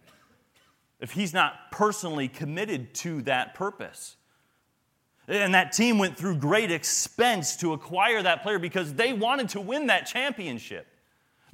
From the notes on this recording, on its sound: sermons and workshops delivered at the 2023 Thee Generation Youth Summit at Falls Baptist Church in Menomonee Falls, WI